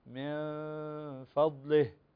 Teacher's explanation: هنا إخفاء حقيقي فنخفي النون عند الفاء ونقرأها من فضله، فغنى بمقدار حركتين كذلك.